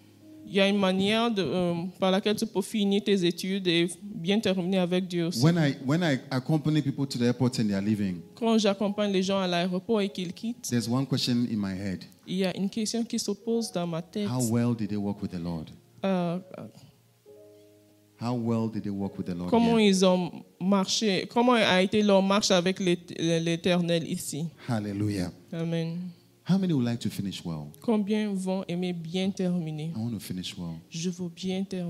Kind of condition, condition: setting, large echoing room